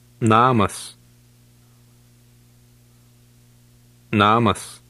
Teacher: The long Lithuanian A is the same sound as the short A, but it is pronounced almost twice as long.